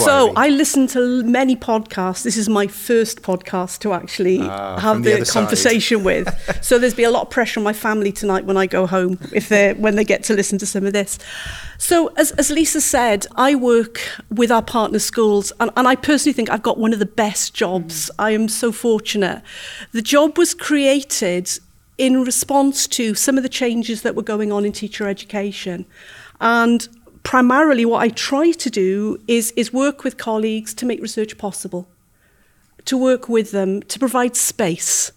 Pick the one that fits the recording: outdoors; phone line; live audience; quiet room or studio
live audience